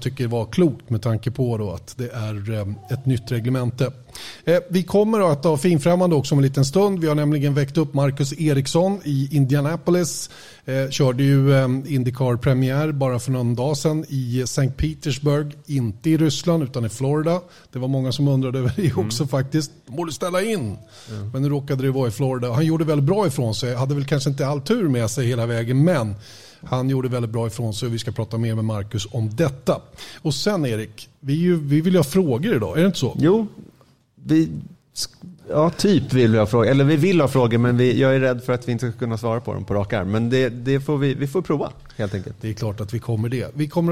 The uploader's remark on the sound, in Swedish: Veckans avsnitt spelades in live inför publik på Bodegan i Lindvallen. Därav är ljudbilden en aning annorlunda.